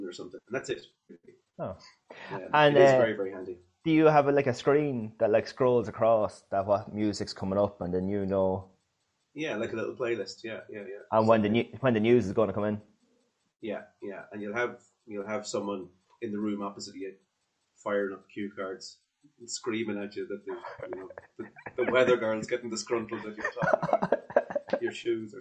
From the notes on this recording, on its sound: Is on the zoom again.